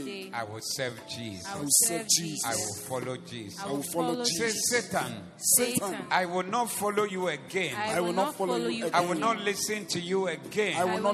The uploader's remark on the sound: Preached at the Zeloo Service 14052023